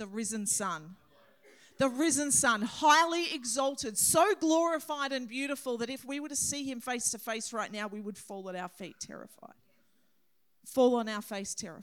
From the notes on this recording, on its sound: This message was recorded on 08/10/2023 during the 10am Sunday service.